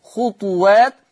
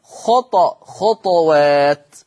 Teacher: إذن يقرأ ورش عن الإمام نافع بإسكان الطاء مع مراعاة صفة القلقلة، هكذا خطى خطى خطوات خطى خطوات. إذن حفص يقرأ بالضم خطوات، أما ورش فيقرأ بالإسكان مع القلقلة